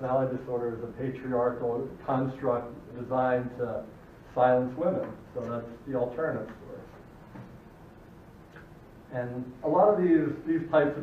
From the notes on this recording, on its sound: recording of my dissertation defense to the faculty of Family Therapy at Nova Southeastern